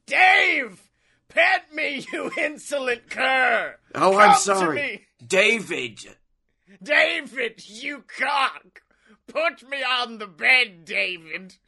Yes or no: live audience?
no